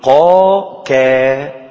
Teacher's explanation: أنت لو قلت معي الآن بصوت خفيف قا كا ستشعر أن الكاف تحت القاف وأنك تقترب من الشفتين عند نطق الكاف ما لم يكن في القاف. كا قا بعيد خالص في آخر اللسان قا كا.